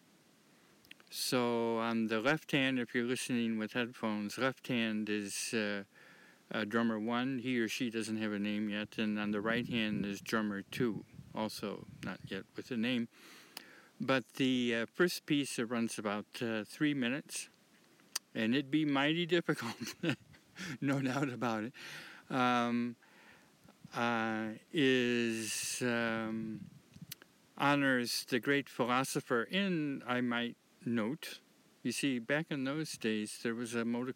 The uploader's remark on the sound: I am recording out of doors in the dead of winter, and a half meter of snow.